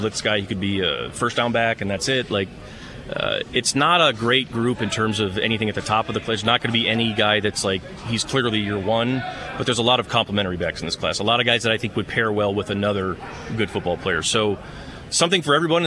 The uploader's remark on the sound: Live from the NFL Combine in Indianapolis. He's got several guests sit down with him.